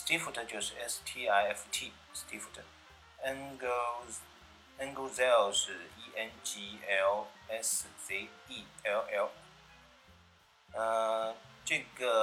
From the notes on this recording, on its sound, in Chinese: 这次用了AU录音感觉有些杂音，见谅